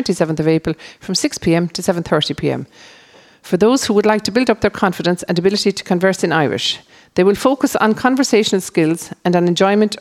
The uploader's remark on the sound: as broadcast live from Whitegate GAA Hall.